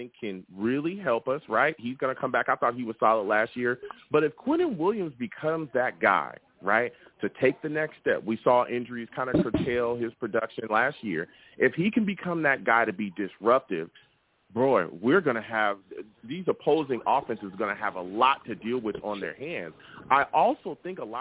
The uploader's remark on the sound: Tonight, live at 7pm eastern I’ll be discussing Jets defensive line! I also take live callers!